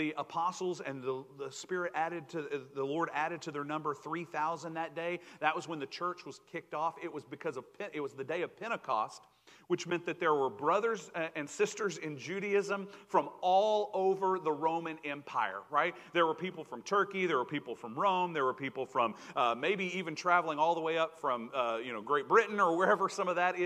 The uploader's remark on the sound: Recorded Live 7/31/2022 at Pleasant Ridge Church of Christ (Arlington, TX).